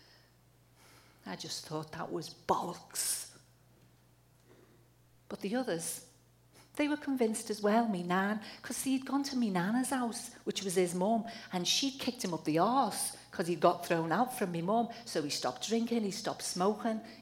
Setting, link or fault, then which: setting, live audience